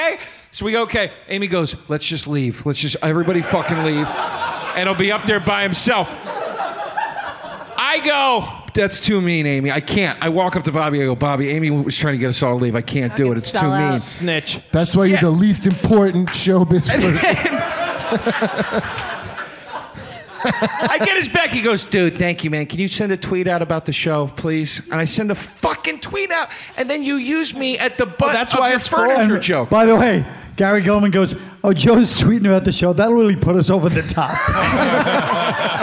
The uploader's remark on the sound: Live from Montreal's 'Just For Laughs' Festival. Recorded in front of a live audience in Montreal.